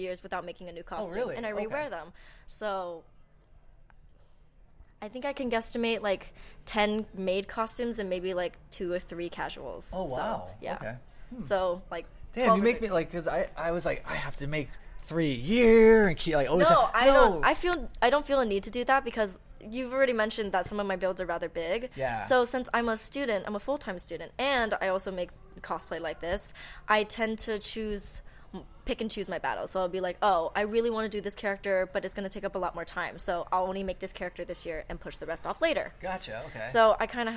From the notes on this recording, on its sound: It was recorded during UCR Geekon in Riverside last weekend.